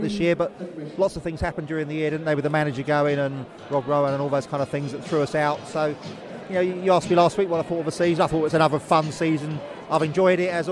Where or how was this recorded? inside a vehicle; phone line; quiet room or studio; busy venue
busy venue